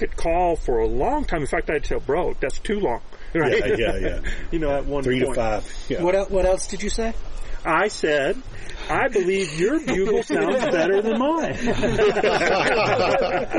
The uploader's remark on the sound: We are live from the ElkBros Elk Adventure Camp 2023! During an actual late September elk hunt.